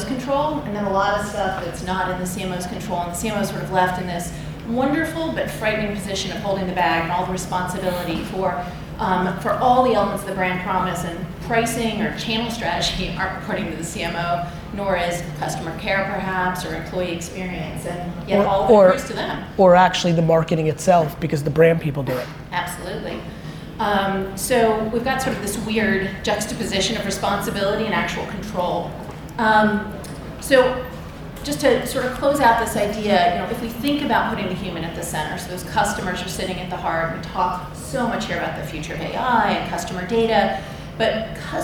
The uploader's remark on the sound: A Q&amp;A/Keynote style conversation I had in Cannes at the Young Lions Creative Academy. Young Lions Creative Academy Keynote. A Q&A/Keynote style conversation I had in Cannes at the Young Lions Creative Academy.